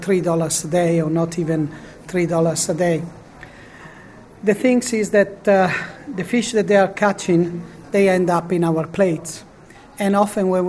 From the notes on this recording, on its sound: Spoke to delegates at the 2018 Santa Marta Group conference in Rome. Pontifical Academy of Social Sciences, Casina Pia, Vatican.